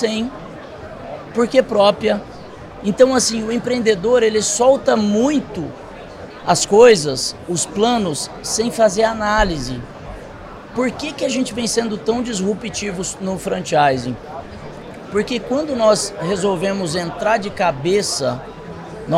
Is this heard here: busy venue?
yes